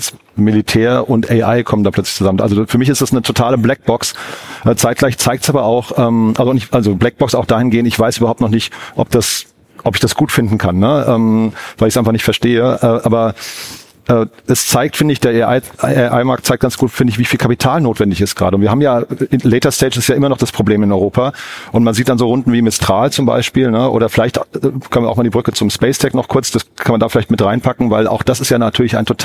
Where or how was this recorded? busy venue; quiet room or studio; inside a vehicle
busy venue